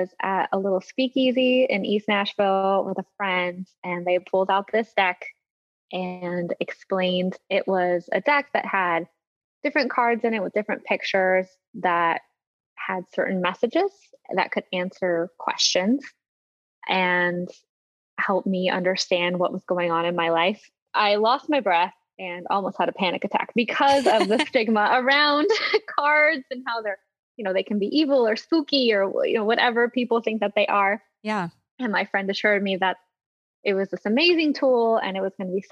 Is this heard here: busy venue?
no